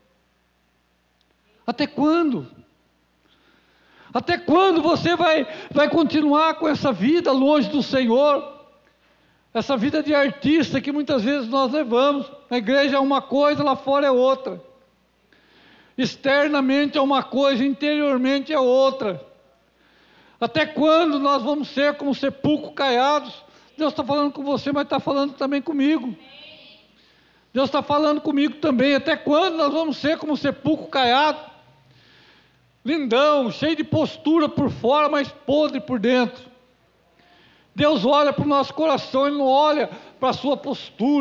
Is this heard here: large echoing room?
yes